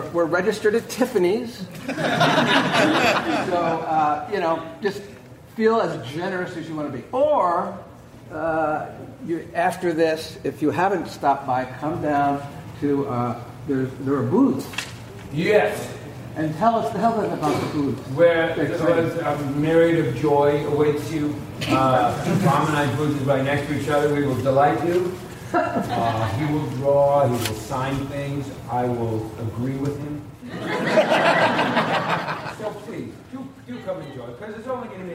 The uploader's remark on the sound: panel audio from Des Moines Con 2023